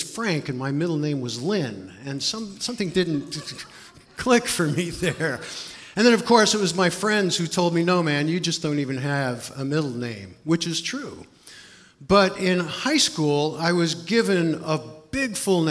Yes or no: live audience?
yes